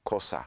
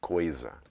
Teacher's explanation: Between vowels, your S should sound like a Z. · Shown in: second take